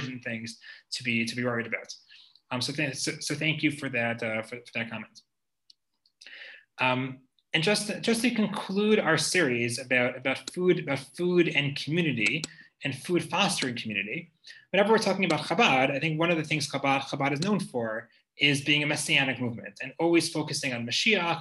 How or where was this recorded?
video call